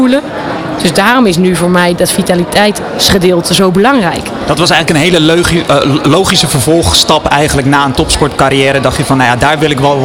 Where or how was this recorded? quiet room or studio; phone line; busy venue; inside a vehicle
busy venue